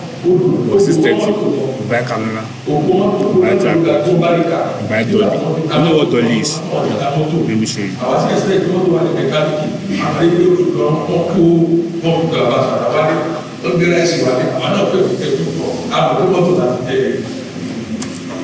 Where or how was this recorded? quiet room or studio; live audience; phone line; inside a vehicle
live audience